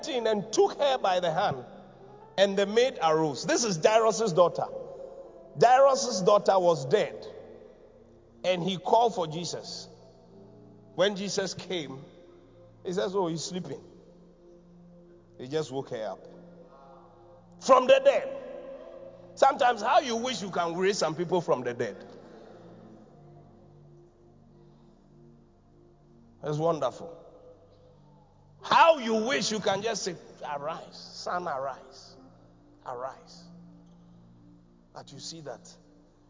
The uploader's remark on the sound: Preached at the Qodesh